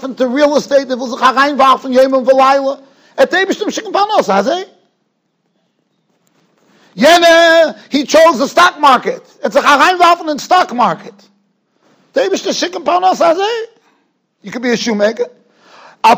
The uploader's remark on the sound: Shiur recorded in Yeshivas Ohr Reuven, Monsey, NY.